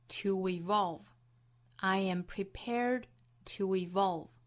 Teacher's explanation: To 和 evolve 连读，同样由前面带出一个小小的 w。